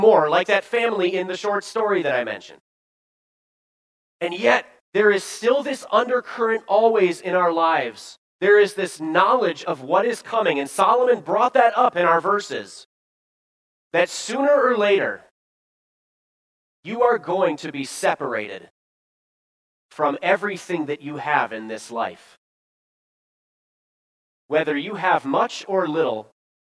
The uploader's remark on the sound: Bethany, Appleton, WI. Preached this sermon at Bethany's Sunday worship on September 18, 2022.